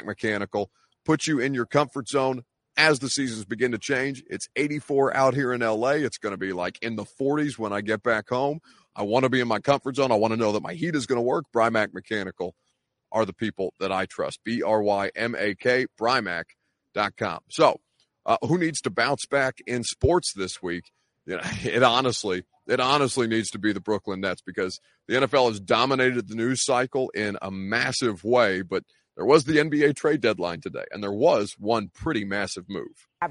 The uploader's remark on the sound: at NFL Honors LIVE from LA